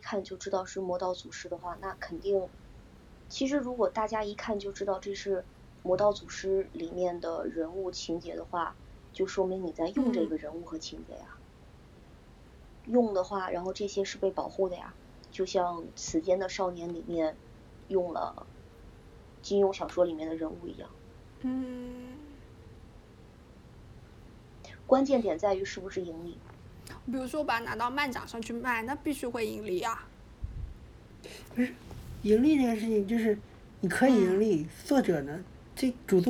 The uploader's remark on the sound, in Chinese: 略有杂音